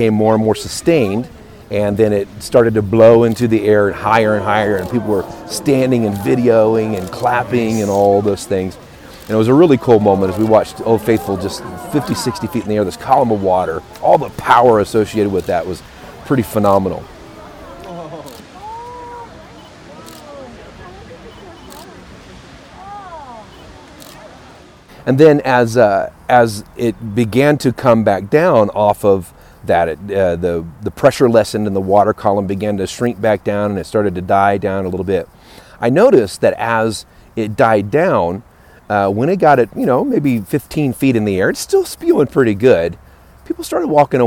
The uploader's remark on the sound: LIVE from Yellowstone National Park.